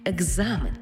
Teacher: Тому слово написано через «к» і «з». А в транскрипції і у вимові будемо чути «г» і «з» – екзамен, тобто дзвінкий плюс дзвінкий.